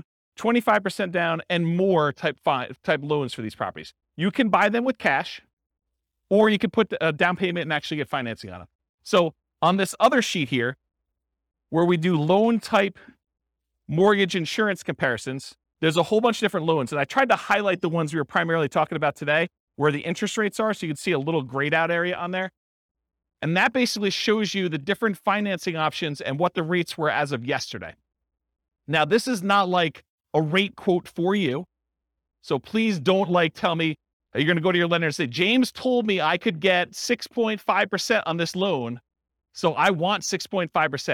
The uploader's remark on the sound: This was a live class recorded